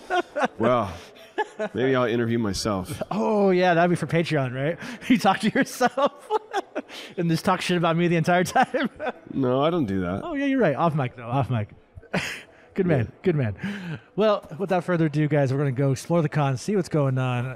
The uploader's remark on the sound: Live from a convention. This time they're at Stockton Con Winter.